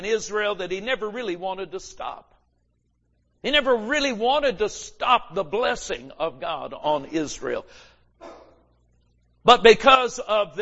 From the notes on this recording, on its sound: GRACE AND FAITH CAMPMEETING 2020. Recorded Live at Grace Harvest Church, Holiday, FL.